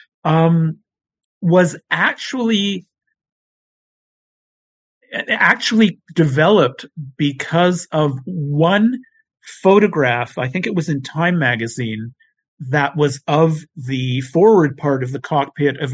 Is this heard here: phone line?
no